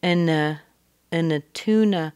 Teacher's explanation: we've reduced that and to n, which is very common, taken off the D. So now the N connects to the schwa, which is A.